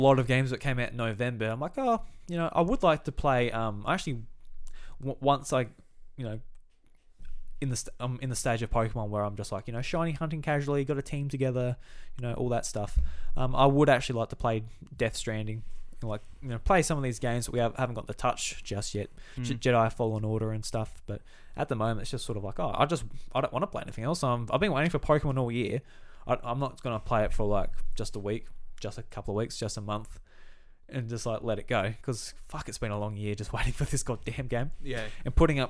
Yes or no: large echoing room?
no